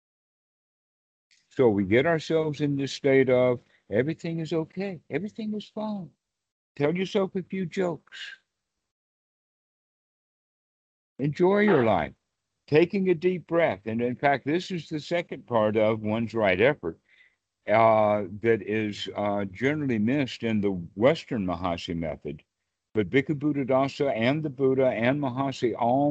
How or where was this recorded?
video call